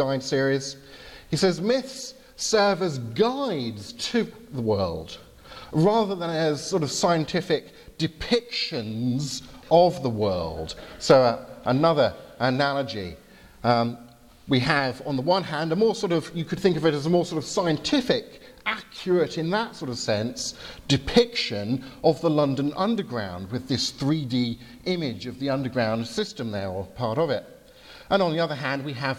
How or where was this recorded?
large echoing room